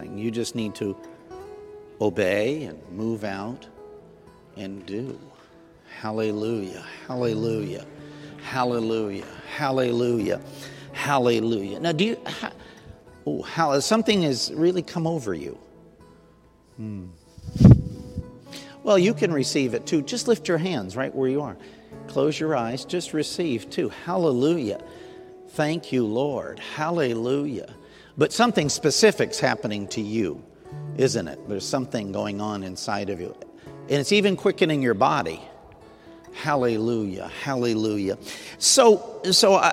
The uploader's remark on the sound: Sunday Night Recorded at Southtowns Christian Center.